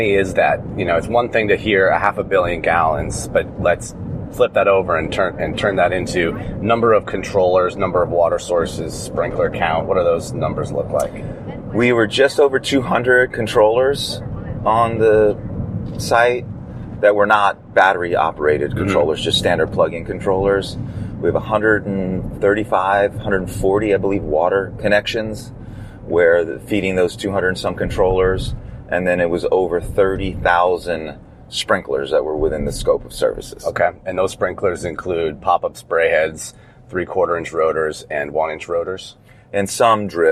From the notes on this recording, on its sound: In the car, driving to the Hickam AFB in Honolulu Hawaii. From the island of Oahu, Honolulu.